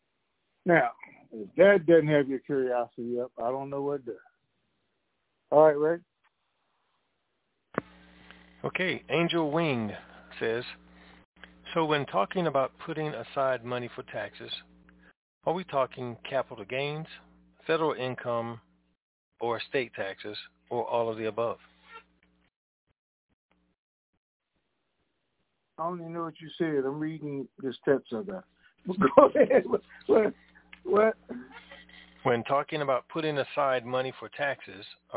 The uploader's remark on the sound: TNTSuperfantastic Conference Call